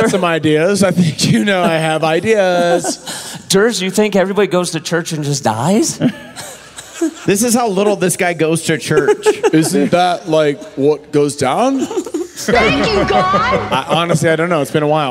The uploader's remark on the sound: Live From Denver